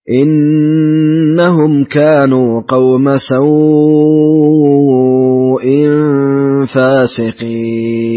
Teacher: وله الإشباع في مد اللين